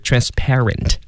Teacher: 它的这个重音呢是在后面，就是在清辅音 p 它的上面